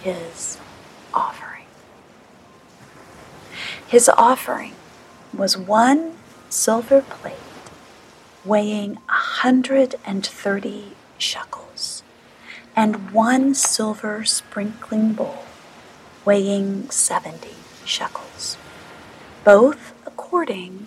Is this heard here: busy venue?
no